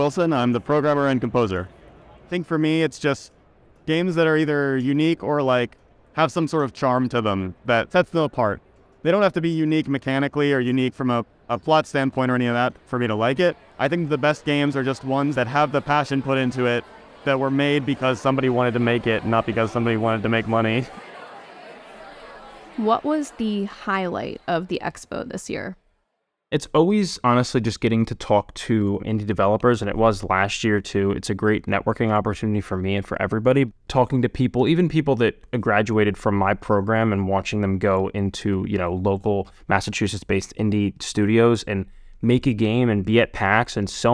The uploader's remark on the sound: Attended the PAX East gaming convention. Roamed the Boston Convention & Exhibition Center with a recorder in hand.